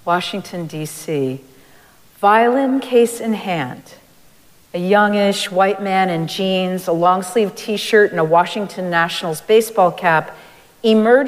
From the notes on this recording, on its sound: Recorded live at Arlington Street Church